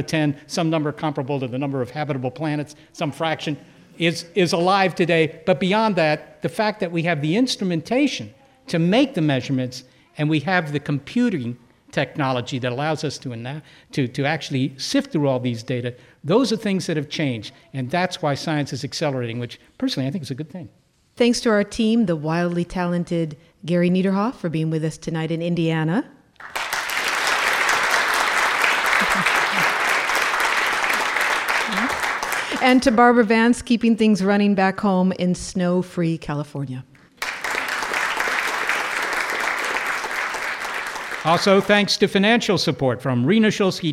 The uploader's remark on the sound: We travel to the University of Notre Dame to celebrate the 150th anniversary of its College of Science with a show recorded in front of a live audience. Recorded at the Eck Center at the University of Notre Dame.